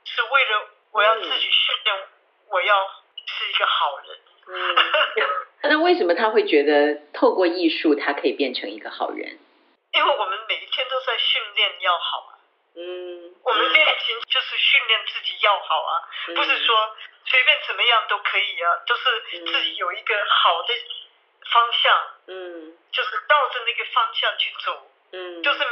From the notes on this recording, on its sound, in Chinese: 地點：臺灣藝術大學音樂系2010琴房。越洋電話訪談時間：2020年6月12、18日下午。